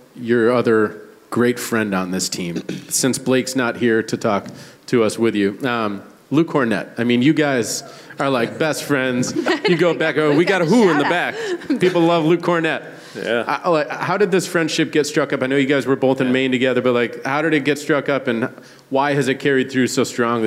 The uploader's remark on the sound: live from Memoire at Encore Boston Harbor for the Season 4 finale